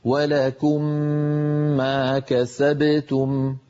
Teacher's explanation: فندغم الميم الأولى في الثانية ونطول الغنة، نمطها حتى تكون أكمل ما تكون · Term: إدغام